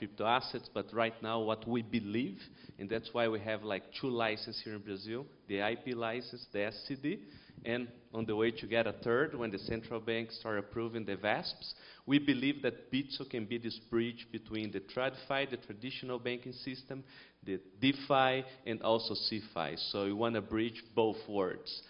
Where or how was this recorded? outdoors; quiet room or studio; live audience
live audience